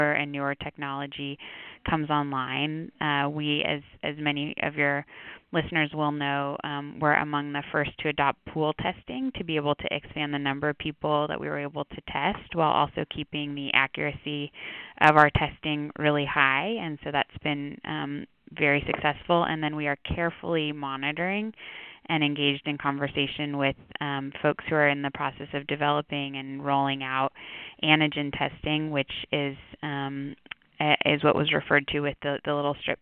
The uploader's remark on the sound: Telephone Town Hall - August 23